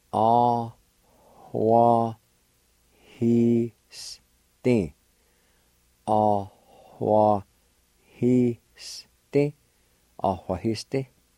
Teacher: at the very beginning of the word, there's a faint H sound there